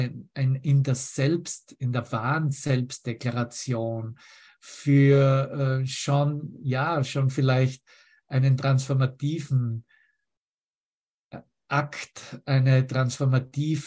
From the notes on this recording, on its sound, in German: Zoom-Session. Veranstaltet von der Aleph Akademie.